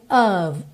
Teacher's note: Esse OF sempre com som de OV, e esse O não é O, lembra que ele é sempre uma mistura do O com aquele som bobo meio O